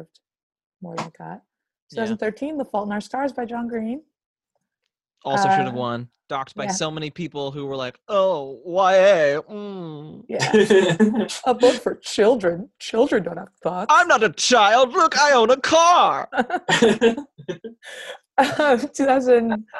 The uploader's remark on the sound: Zoom After Hours